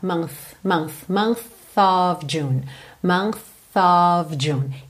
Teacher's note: Month é sem voz, só ar.